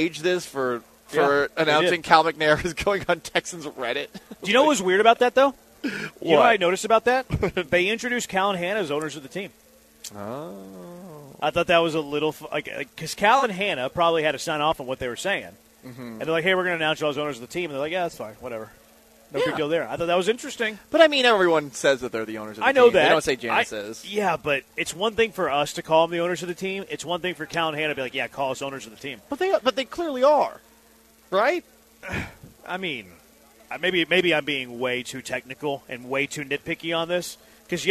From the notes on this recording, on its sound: LIVE from Circa Resort & Casino in Las Vegas!